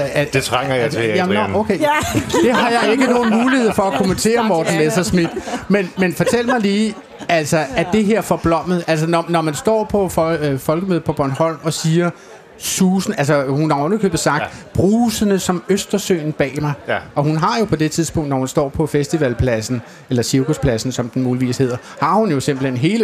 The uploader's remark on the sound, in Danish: Politikersprog på Solskinsøen. Vi endevender de politiske udmeldinger i selskab med udvalgte partiledere foran et live publikum under solskin og mågeskrig.